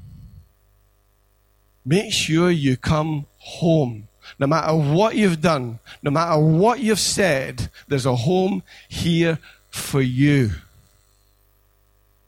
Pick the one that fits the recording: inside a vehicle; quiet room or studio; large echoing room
large echoing room